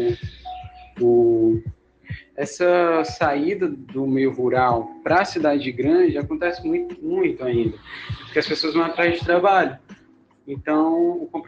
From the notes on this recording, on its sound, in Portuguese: Podcast realizado por meio da plataforma Google Meet, gravado no período em que as aulas estavam ocorrendo de forma remota.